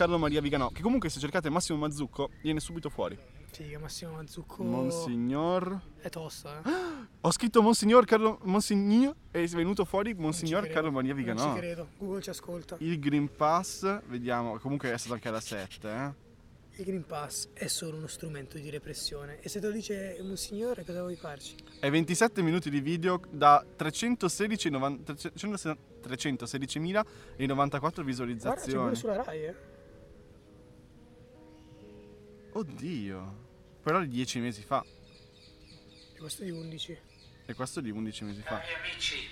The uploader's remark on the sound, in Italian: In questa puntata live a Parco Sempione